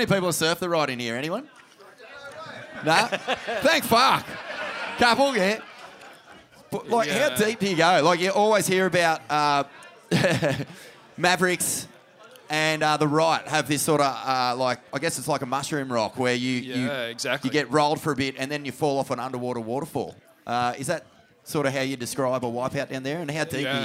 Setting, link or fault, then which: setting, busy venue